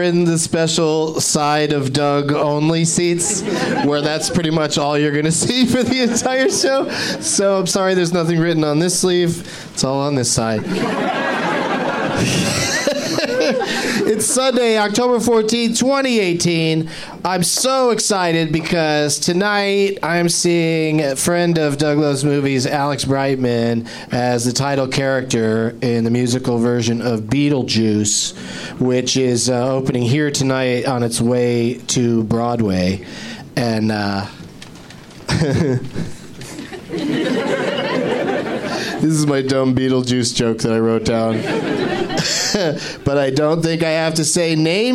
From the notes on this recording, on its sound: Live from the Improv in Washington D.C.